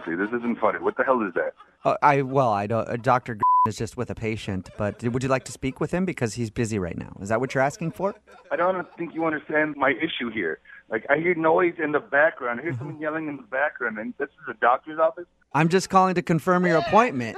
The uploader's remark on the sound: Phone Tap. By MOViN925.